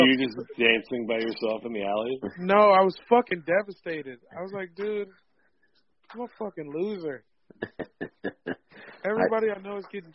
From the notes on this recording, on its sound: Hop on the phone.